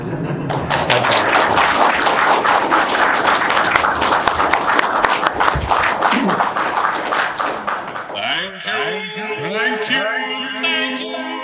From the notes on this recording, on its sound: Special: Call of Cthulhu 40th Anniversary Panel at Dragonmeet 2021. We’re back with another special live episode!